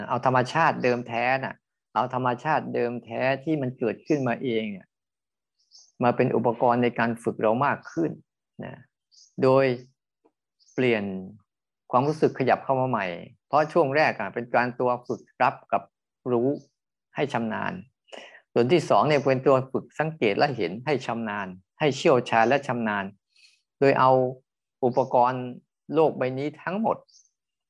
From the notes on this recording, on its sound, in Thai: คอร์สออนไลน์ (ผ่านโปรแกรม Zoom).